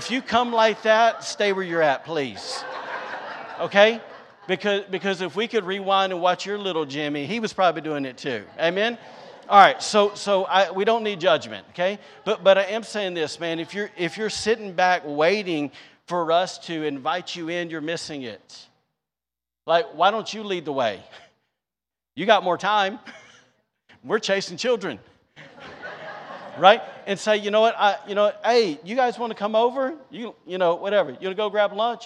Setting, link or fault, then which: setting, large echoing room